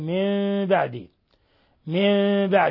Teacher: قلبنا النون الساكنة ميما مخفى · Term: إقلاب